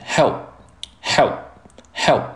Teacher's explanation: 我们不把这个，P 读出来，而是含在嘴里，只进行一个空气的组织，形成一个快速的停顿